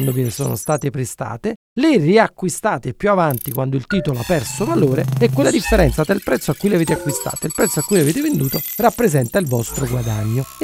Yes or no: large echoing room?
no